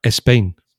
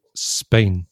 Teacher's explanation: And in English is Spain. So we don't have the E sound at the beginning. We just go direct to the S, no? · Shown in: second take · Yeah. And Spanish speakers have a tendency, not all of them, but to put that, it's very difficult for them not to put that extra semi-vowel sound at the beginning.